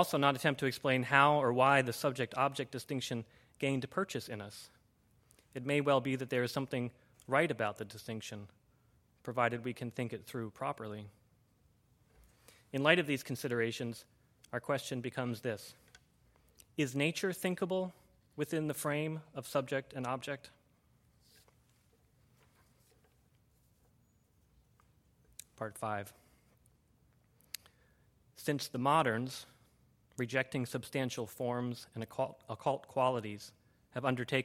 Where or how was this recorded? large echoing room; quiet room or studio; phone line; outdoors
large echoing room